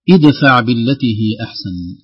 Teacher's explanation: هذه تسمى همزة وصل، لأننا في وصل الكلمتين لا نسمعها أبدا